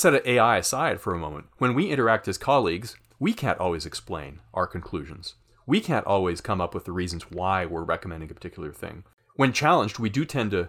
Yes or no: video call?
no